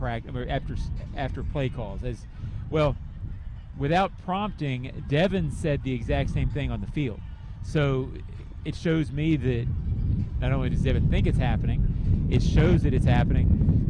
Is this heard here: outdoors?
yes